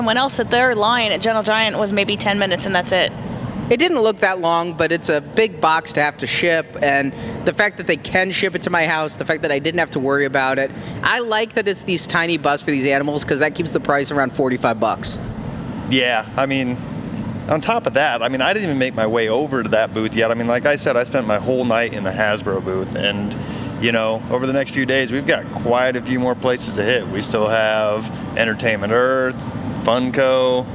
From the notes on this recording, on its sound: It's all in this short live report from Preview Night!